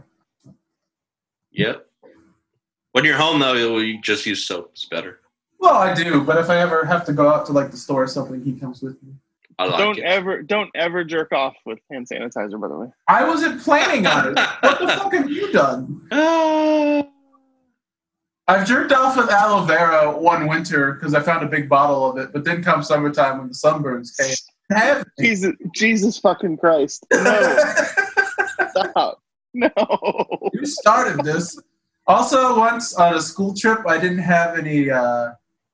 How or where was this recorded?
video call